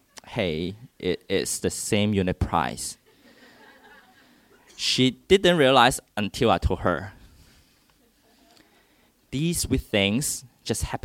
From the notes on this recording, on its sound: This is a true, first person story told before a live audience in Hong Kong.